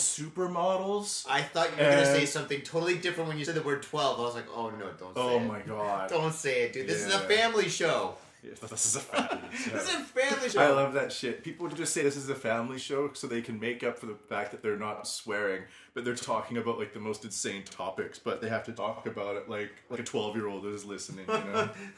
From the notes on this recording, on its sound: This weeks show is cut short cuz we are having technical difficulties with our mic, we have learned the hard way that microphones can't swim in booze….